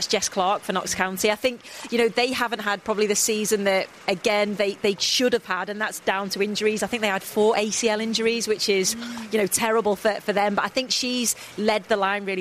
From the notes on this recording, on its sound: Celebrates an action-packed finale to the Women's Super League live from the Continental Cup final.